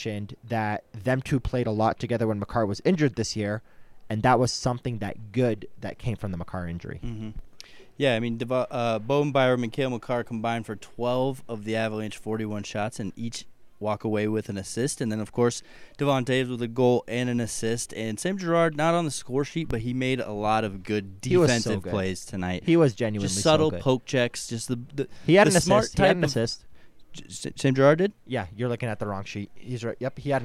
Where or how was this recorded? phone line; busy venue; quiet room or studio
busy venue